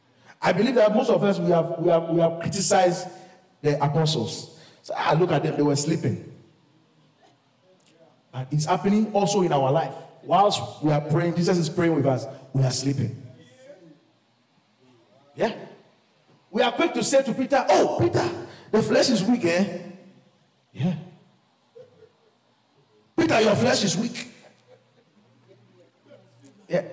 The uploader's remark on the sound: QFC Charis Center - Albany, NY. LIVE from Charis Center | Albany, New York.